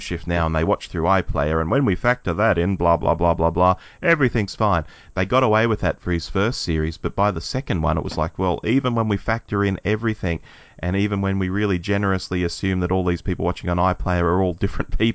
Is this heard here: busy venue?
no